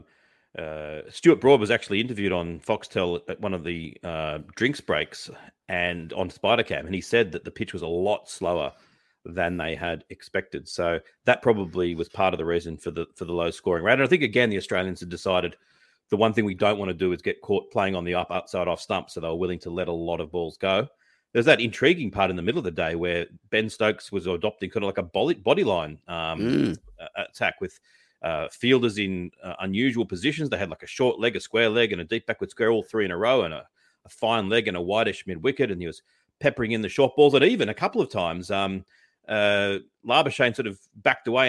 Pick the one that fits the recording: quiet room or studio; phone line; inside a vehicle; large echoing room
quiet room or studio